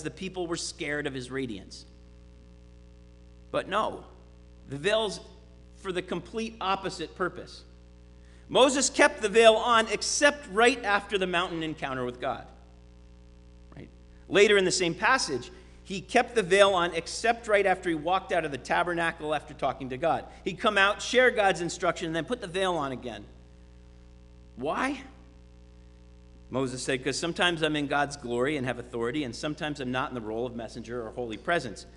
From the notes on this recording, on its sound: Sermon preached at RCHP